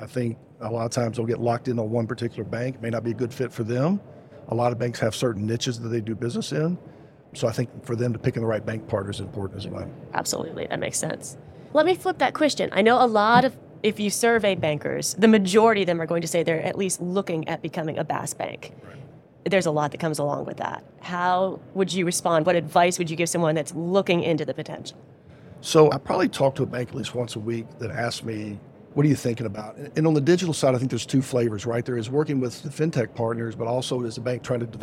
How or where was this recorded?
busy venue